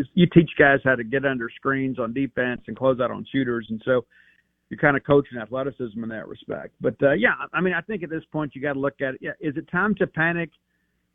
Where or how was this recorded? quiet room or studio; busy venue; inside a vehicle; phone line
phone line